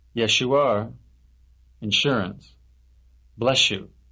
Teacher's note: S and Y equals SH.